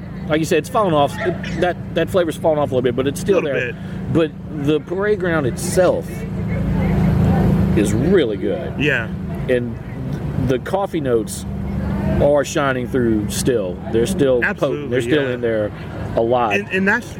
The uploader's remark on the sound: On this episode we take a trip to Tin Roof Brewing here in Baton Rouge.